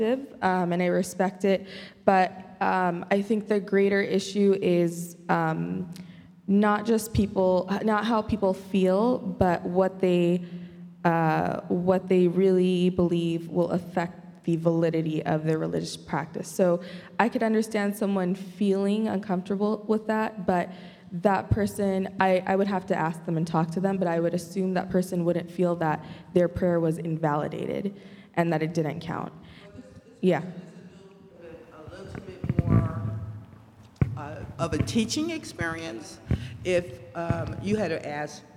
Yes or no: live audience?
yes